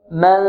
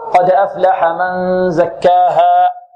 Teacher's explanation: الكمية اللي تخرج من الخيشوم أكثر من الكمية اللي تخرج من الفم في حالة الإخفاء · Shown in: second take · قد أفلح من، البعض يقول من ربما لا يخرج شيئا من الخيشوم، وهذا خطأ.